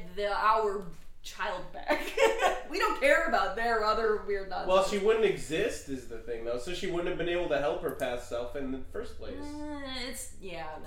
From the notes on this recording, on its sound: The audio is a little echoey due to the space we recorded in.